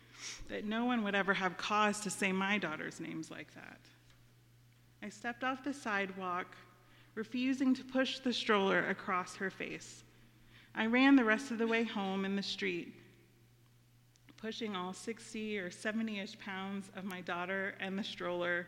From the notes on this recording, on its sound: Our Friday audio residency from the stage of Story Parlor , in West Asheville.